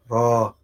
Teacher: ما بقولش راء ما بنطقش الهمزه